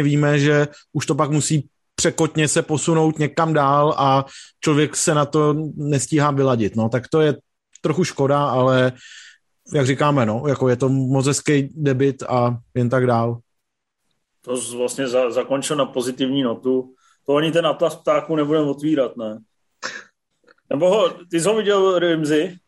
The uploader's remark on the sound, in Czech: Nejnovější MZ Live nečekaně přes Zoom